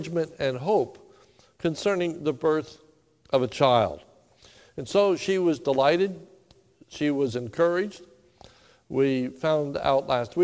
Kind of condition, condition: setting, large echoing room